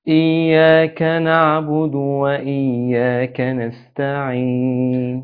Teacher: الصواب ضم الشفتين عند النطق بحرف الدال، لأن الدال مضمومة